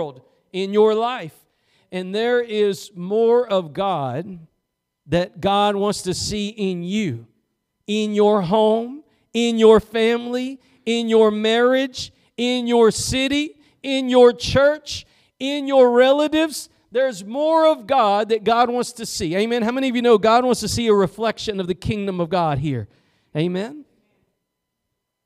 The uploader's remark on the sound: Preached at Gospel Lighthouse in Bossier City, La.